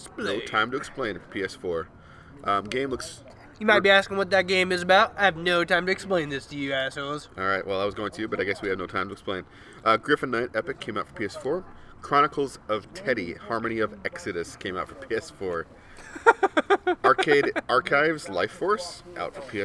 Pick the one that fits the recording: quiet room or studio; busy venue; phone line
busy venue